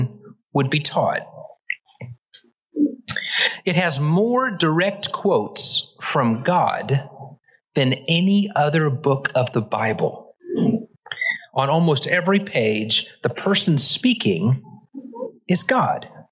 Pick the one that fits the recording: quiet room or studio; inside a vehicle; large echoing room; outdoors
large echoing room